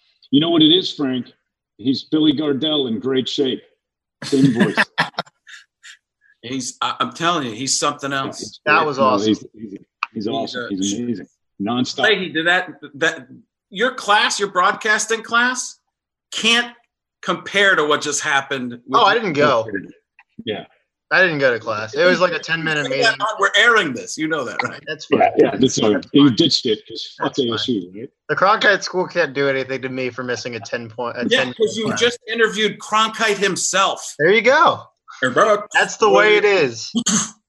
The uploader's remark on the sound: head to the Zoom app